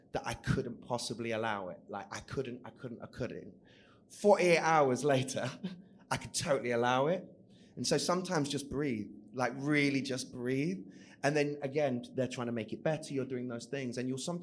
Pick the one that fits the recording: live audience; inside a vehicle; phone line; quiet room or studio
live audience